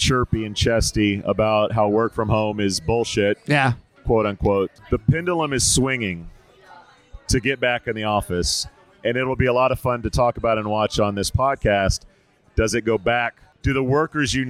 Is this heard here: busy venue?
yes